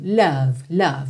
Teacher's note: percebe que esse love é um O que tem um pouquinho de a no meio